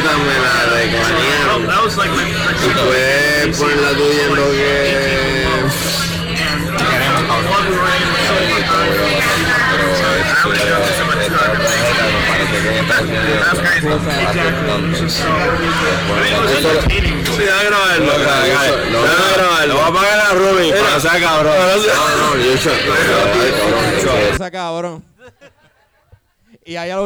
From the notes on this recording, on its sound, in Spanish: Birra Live desde FOK Brewing Co. Nos presentamos en FOK Brewing Company en Caguas.